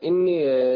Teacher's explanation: النون المشددة تغني بمقدار حركتين